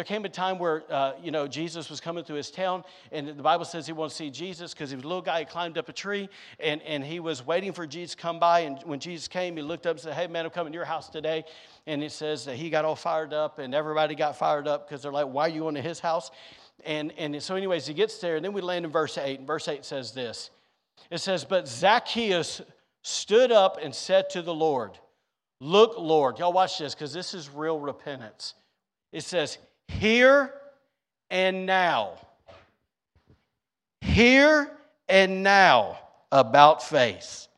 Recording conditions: large echoing room